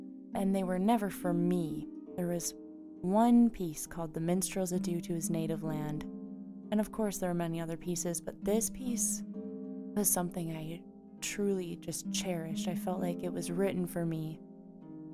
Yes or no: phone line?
no